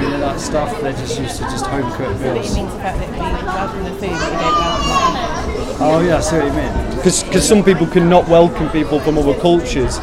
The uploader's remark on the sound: These are recordings of conversations with visitors to Newcastle's Discovery Museum. The 'Time Kitchen' was a pilot public engagement initiated by Tyne & Wear Archives & Museums TNT (Try New Things) programme.